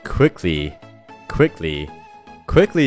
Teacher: 它中间的元音是一个 e，短促有力，嘴角不要往外咧